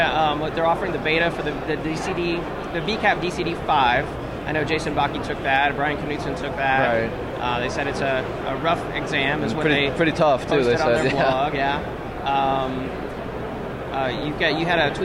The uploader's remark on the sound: LIVE from VMware PEX 2012. LIVE from Las Vegas!